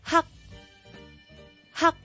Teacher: 发 K 韵尾嘅时候，舌根部位就要抵住软腭，而且仲要擘大个口